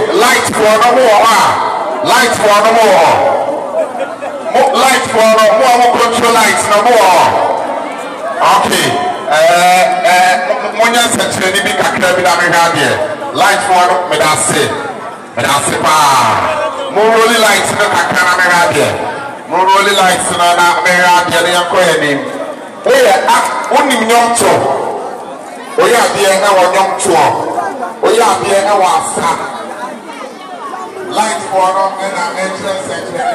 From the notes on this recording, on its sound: Sunyani Live Talent Show. A live, on the scene episode, recording of a local talent show. Featuring a dance competition amongst 7 year olds. Hear and feel the excitement of the crowd!